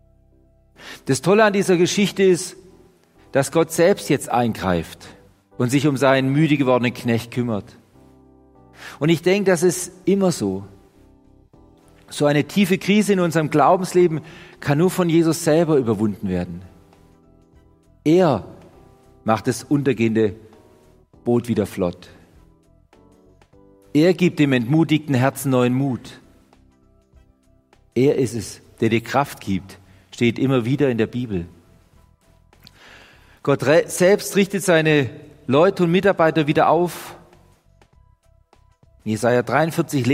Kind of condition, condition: setting, large echoing room